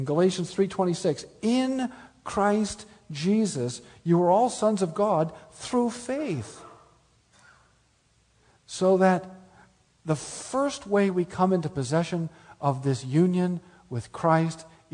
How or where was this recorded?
live audience